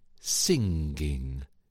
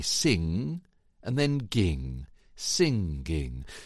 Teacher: stressing the ng and the hard g sound